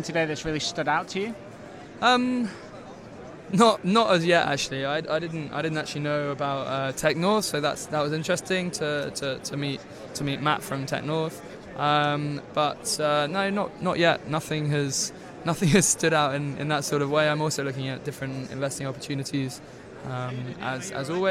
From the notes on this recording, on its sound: TechCrunch Disrupt London 2016 Showcases Best UK Technology. We chat with some interesting people from around the venue and get their best highlights from the conference.